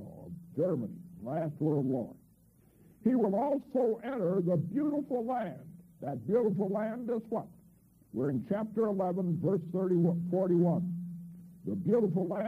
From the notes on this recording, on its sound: Began speaking so a little bit of the beginning of this class is not available. For the first ten minutes the original cassette tape would drag as it was being copied. It is still very listenable and most of the remainder of the message is fine.